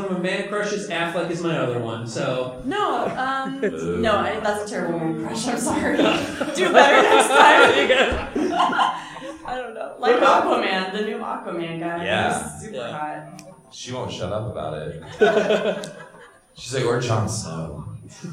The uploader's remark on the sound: Street Interviews at the Indiana Comic Con 2017. One of our panels was our patented street interviews, and boy what a doozey! Recorded live in front of an audience, we had a chance to talk to many interesting people. What a lively crowd, we recorded this with ambient tabletop mics that captured the crowd and the chaos of the liveness.